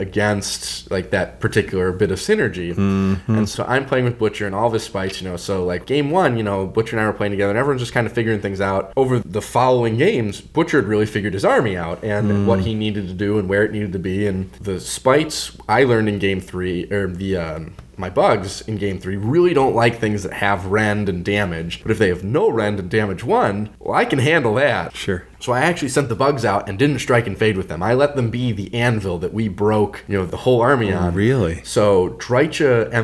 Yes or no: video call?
no